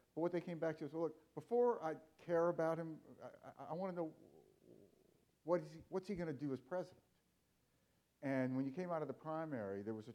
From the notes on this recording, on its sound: Four clips from the documentary that were screened during the Forum. The panel also responded to questions from the audience.